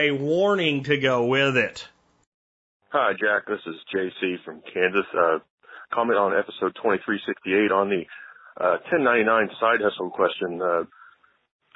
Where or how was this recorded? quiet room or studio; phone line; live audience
phone line